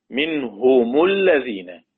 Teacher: بنضم الميم، ده الأصل. بدون صلة.